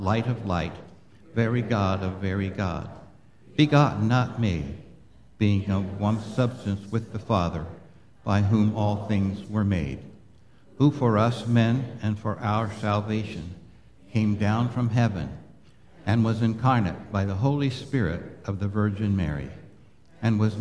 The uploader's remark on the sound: Live Worship Service